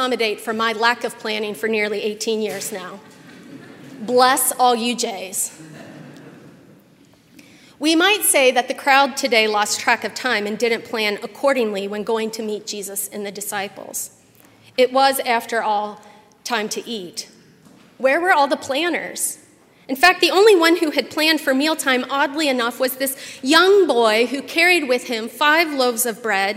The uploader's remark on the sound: at Highland Baptist Church, Louisville, Kentucky